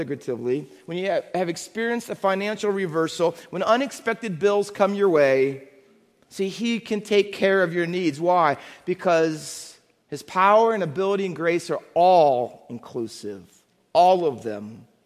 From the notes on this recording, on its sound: Faith Baptist Church in Hamilton, NJ.